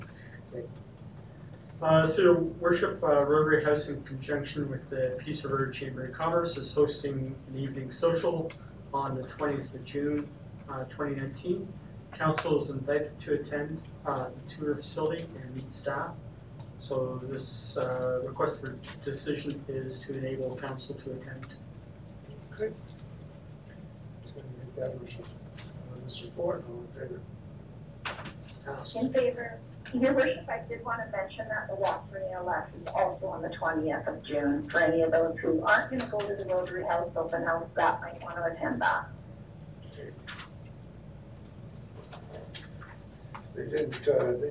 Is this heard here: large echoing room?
yes